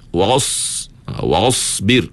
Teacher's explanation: Pada minggu lalu telah pun saya huraikan kepada tuan-tuan sekalian huruf sad ni bila sebut macam mana lidah kita sebahagian besar naik ke langit-langit. Tapi jangan rapat lah, dia menyempit. Ruang lidah dengan langit-langit tu menyempit.